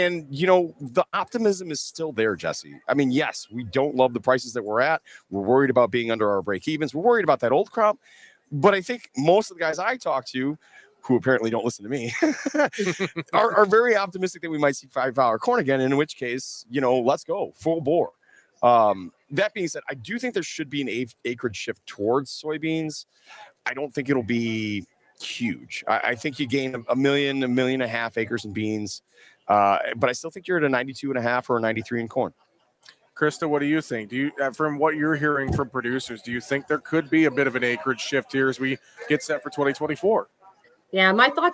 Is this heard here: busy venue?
yes